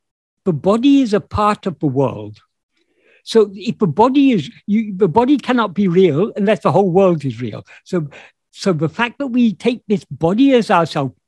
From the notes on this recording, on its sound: In a Zoom meeting with the Ramana group, Helsinki, on 23rd April 2022